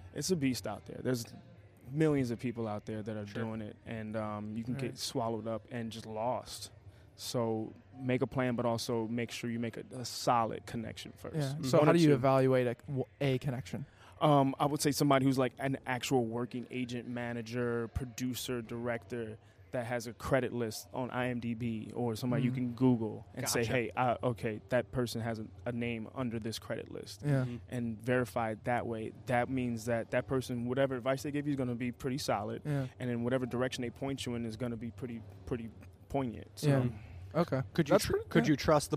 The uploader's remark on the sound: This is far from a typical episode as we hosted live from the Twin Cities Auto Show. We decided to try something different by asking patrons for "advice for 2 wildly average guys".